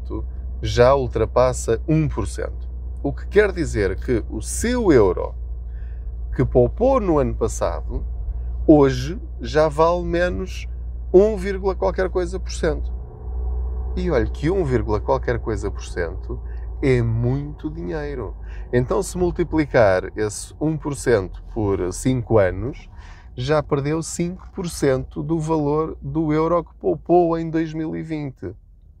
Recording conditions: inside a vehicle